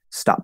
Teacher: You close your lips into the P, you close off your glottis, hold your breath for half a second · Term: glottal stop P